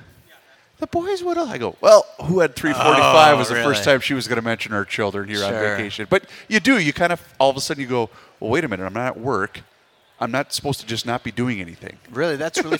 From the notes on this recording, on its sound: live at the 2024 MN Golf Show